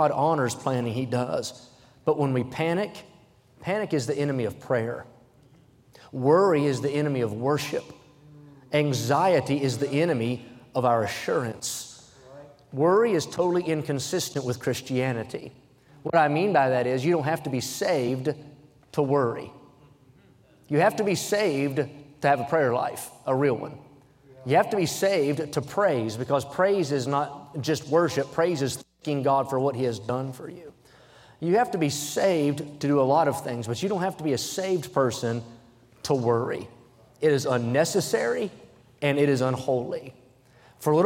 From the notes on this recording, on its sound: during the Sunday Morning service on July 23, 2023, at North Valley Baptist Church in Santa Clara, California.